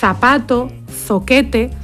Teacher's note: El sonido que representa la Z es interdental. Zapato, zoquete, cuando lo pronunciamos ponemos la lengua entre los dientes.